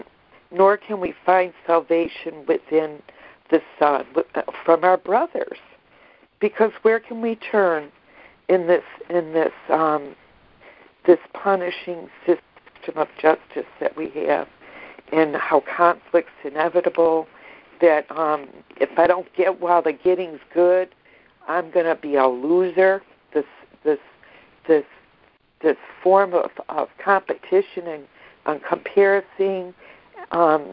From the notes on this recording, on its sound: ACIM Daily Conference Call